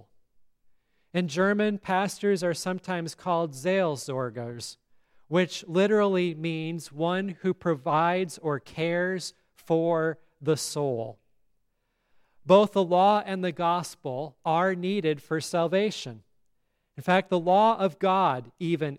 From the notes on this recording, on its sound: at Grace Lutheran Church, Lexington, MO